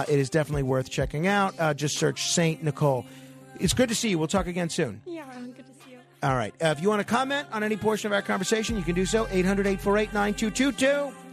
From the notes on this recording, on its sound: Takes callers on it.